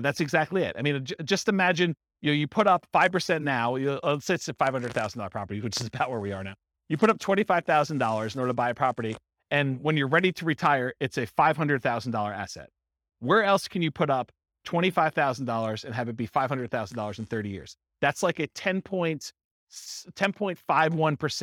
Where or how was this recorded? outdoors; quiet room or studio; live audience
live audience